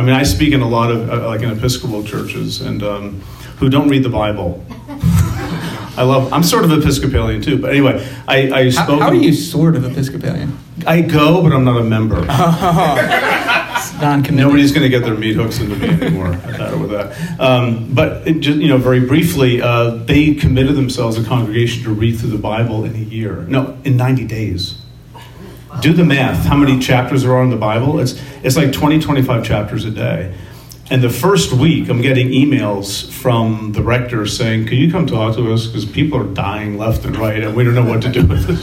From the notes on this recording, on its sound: LIVE From Penn State University. To record an episode of The Bible for Normal People in front of a live audience.